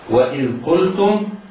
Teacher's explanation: الهمزة الواو الهمزة مرققتان والذال ساكنة